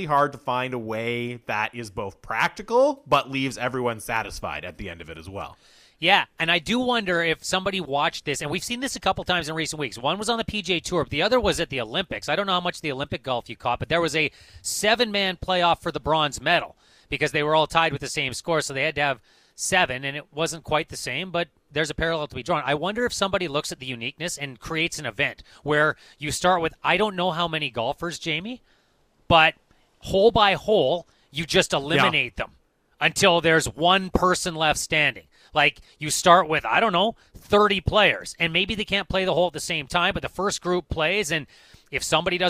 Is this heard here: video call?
no